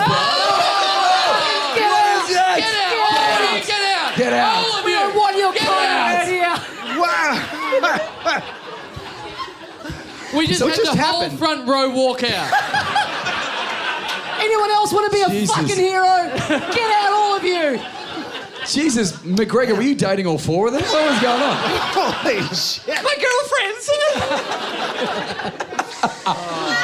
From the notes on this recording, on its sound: Recorded LIVE at Five Boroughs on April 20th, 2014 as part of the Melbourne International Comedy Festival.